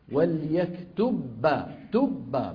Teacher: الباء الأولى تدخل في الباء الثانية فيصيران باء واحدة مشددة، هذا إظهاره، إظهار الباء الأولى عند الثانية فاسد لغة ومن باب أولى يكون فاسد إيش؟ · Term: الإدغام